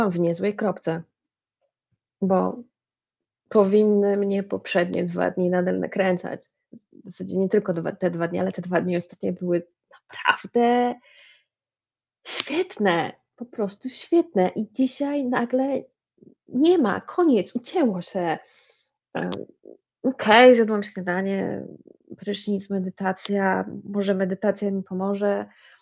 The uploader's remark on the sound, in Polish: kiepska jakość nagrania wybaczcie...